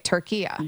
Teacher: It's a, you know, a short A at the end, not the long A.